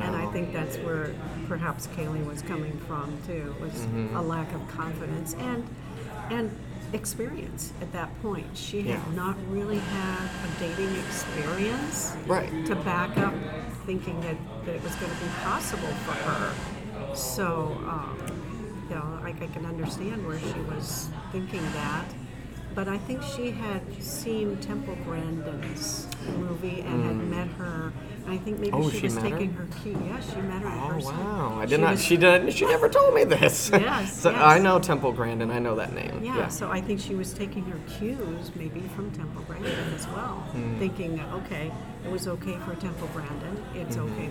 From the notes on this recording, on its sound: On the Road w/ The Wife's Grandma. Apologies for the loud background noise.